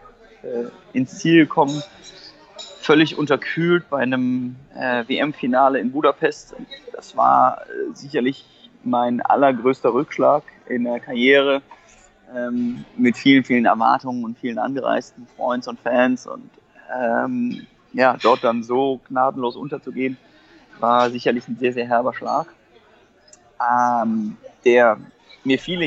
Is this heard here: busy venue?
yes